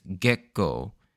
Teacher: the way it's pronounced in Japanese, it's said slightly with a different intonation. There's like a sort of a harsh pause in the middle. Instead of Gekko, it's Gekko.